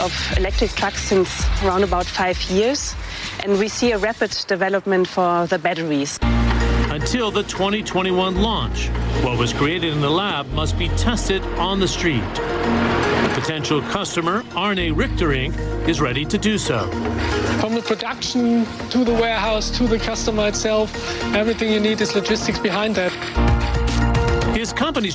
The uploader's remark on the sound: live from the New York Stock Exchange